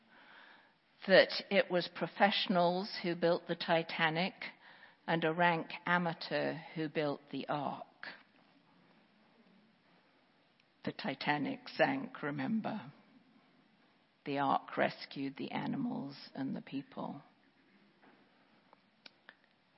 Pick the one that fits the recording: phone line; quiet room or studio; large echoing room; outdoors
large echoing room